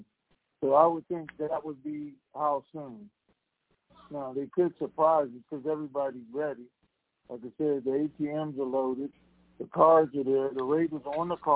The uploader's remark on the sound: TNTSuperfantastic Conference Call